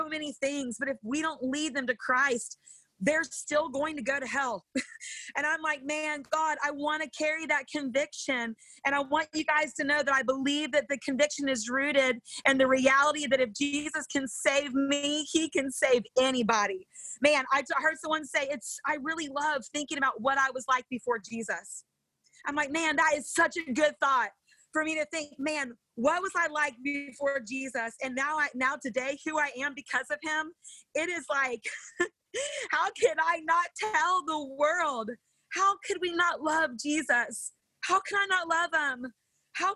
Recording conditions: video call